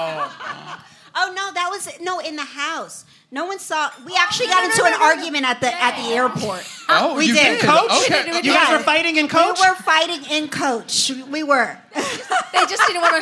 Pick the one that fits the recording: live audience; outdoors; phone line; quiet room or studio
live audience